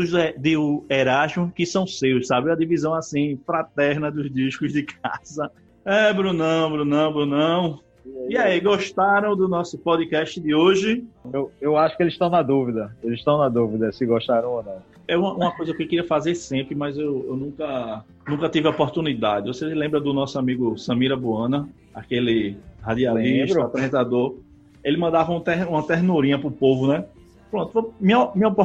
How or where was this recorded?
video call